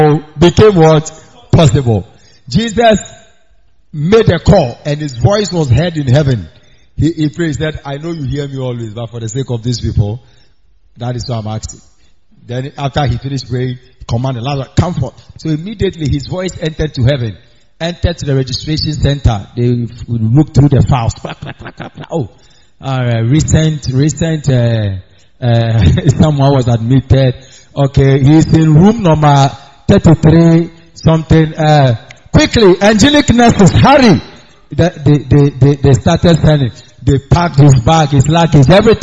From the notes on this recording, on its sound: preached on wednesday at the miracle arena